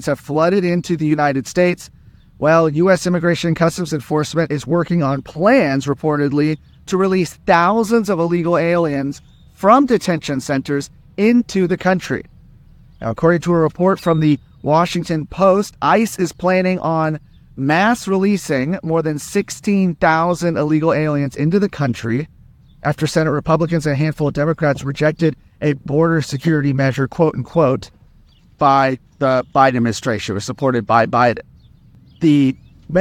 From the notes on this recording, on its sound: Reports live from Shelby Park one month after the Supreme Court allowed federal officers to cut down Texas’ border barriers.